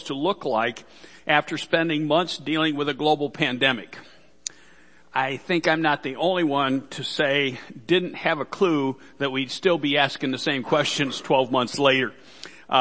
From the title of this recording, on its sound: Worship Service - Audio